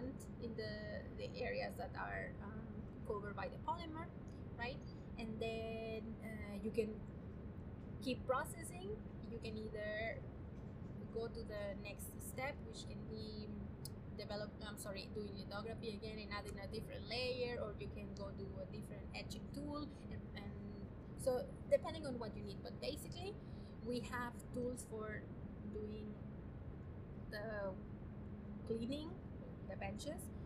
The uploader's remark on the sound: Apologies for the imperfect audio and background noise, this conversation was recorded outdoors!